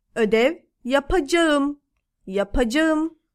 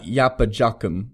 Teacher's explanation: That K turns into the silent G. · Shown in: first take